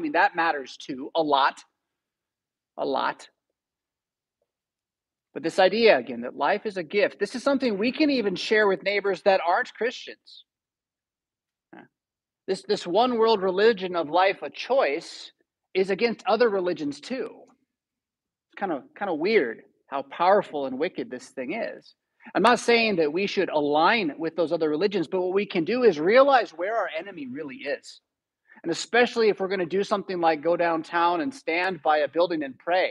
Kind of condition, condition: setting, large echoing room